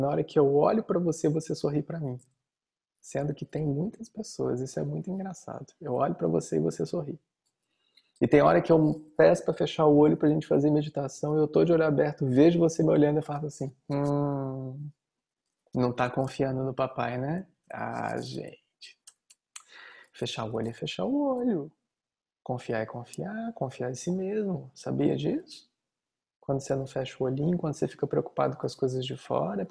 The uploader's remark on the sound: Online via Zoom.